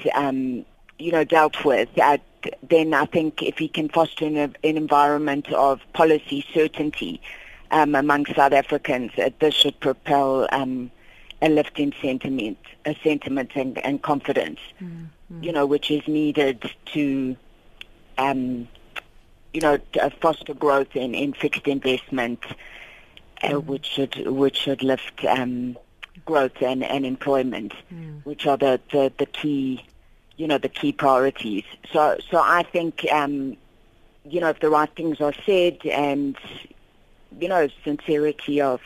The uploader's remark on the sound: On the line we are joined